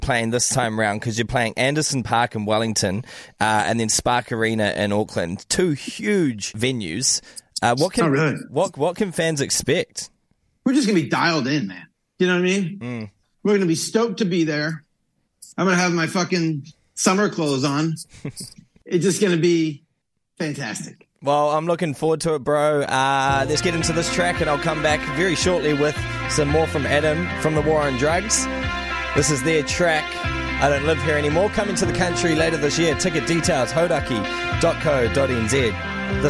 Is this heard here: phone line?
yes